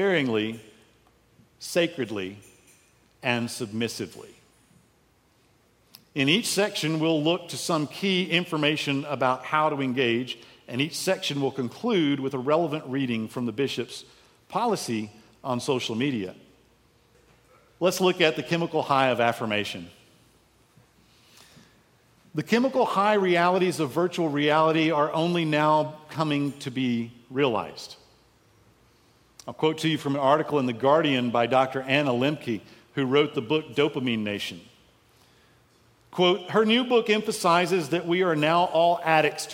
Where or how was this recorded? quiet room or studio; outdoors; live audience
live audience